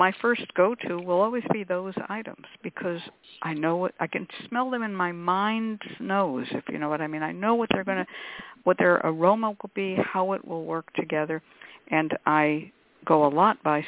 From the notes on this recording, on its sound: a real, live call-in show